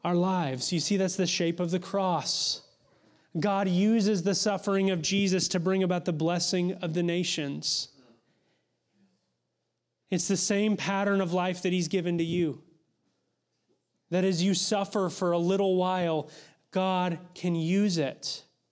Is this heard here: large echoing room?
yes